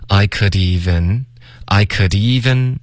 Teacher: could 跟 even 要连读